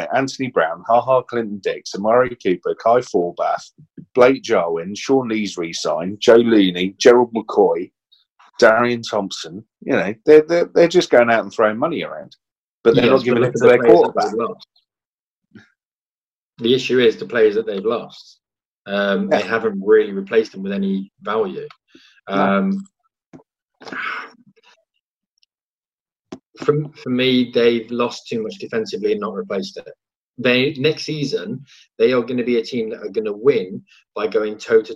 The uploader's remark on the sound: Isolation Edition. Get on a video call to record.